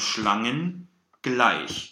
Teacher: Und weil es zwei verschiedene Wörter sind, müssen wir hier, obwohl wir optisch NG nacheinander haben, müssen wir trennen zwischen dem N und dem G